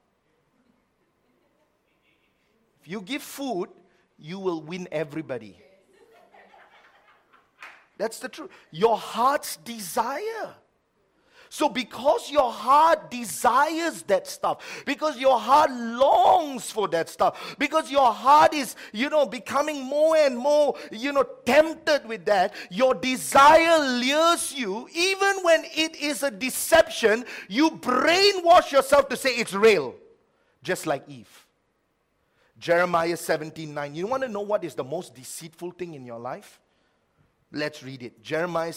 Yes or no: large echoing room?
yes